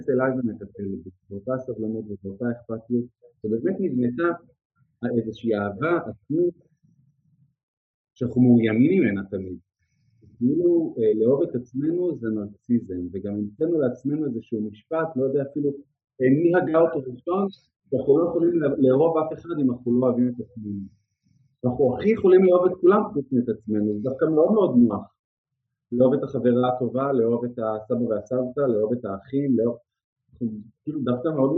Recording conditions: poor sound quality